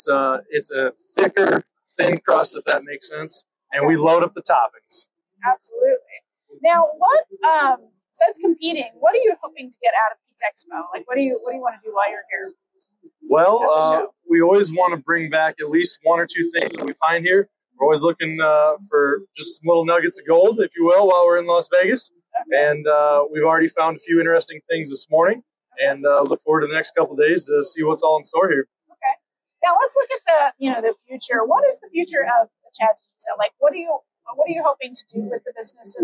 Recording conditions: poor sound quality